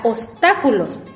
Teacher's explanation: Seguimos con la palabra obstáculos. Suena más fuerte en la antepenúltima sílaba. · Term: esdrújula